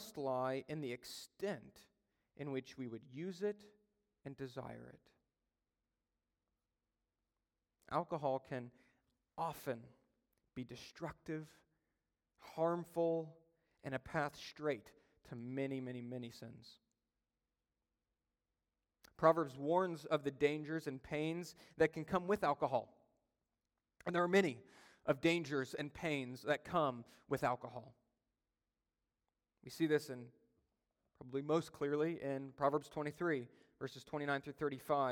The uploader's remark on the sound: during a Sunday Evening Service